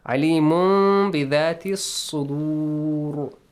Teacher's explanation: When you stop here, ra has a heavy sound · Term: Tafkhimur ra